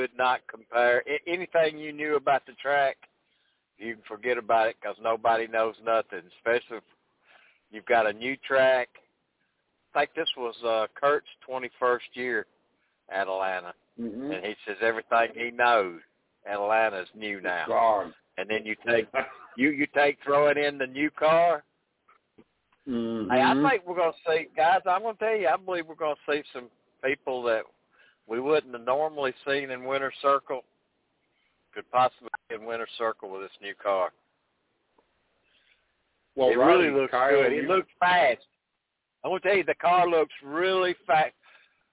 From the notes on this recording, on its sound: Live at Atlanta for testing and at Ice Bowl at Talladega Short track